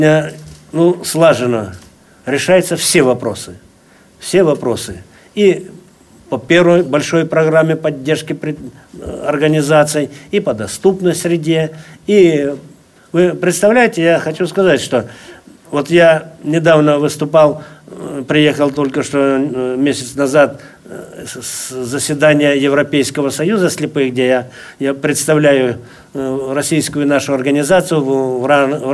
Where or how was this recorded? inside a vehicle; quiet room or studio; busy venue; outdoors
busy venue